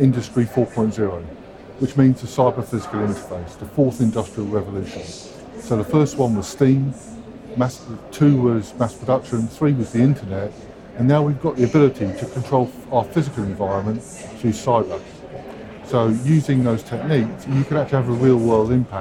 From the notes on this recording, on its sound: dropped by the Energy Voice stand on day two of the All-Energy conference in Glasgow